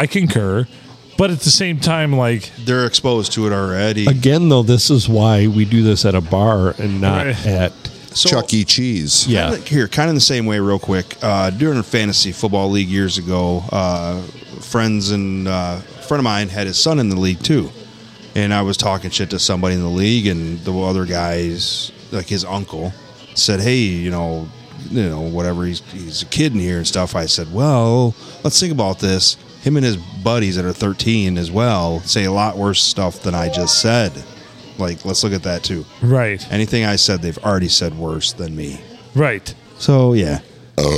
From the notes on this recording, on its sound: Recorded on a Saturday during the dinner rush at the Blue.